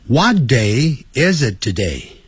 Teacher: 尤其是 is it 要连在一起，要发出连音。